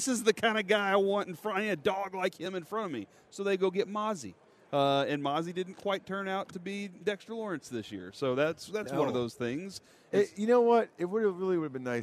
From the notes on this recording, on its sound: LIVE from Radio Row in Las Vegas!